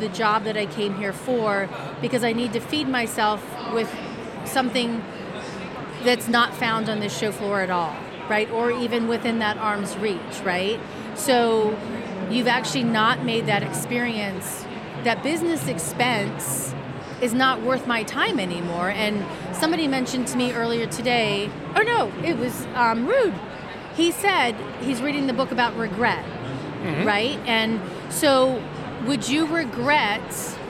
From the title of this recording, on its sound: Live from #IMEXAmerica